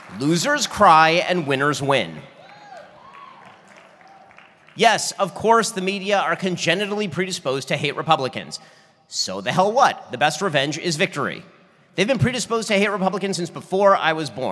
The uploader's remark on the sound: My keynote speech for the Republican Party of Florida's 2023 Statesman Dinner in Orlando, Florida.